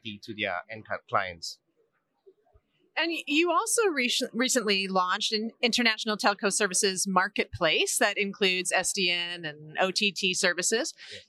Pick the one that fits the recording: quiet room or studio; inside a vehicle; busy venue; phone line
busy venue